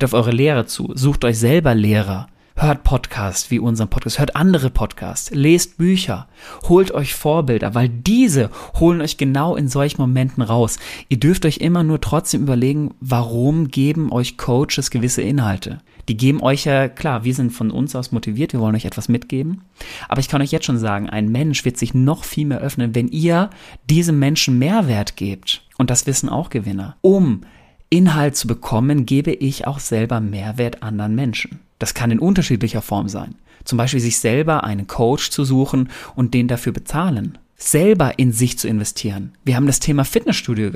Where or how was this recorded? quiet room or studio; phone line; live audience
quiet room or studio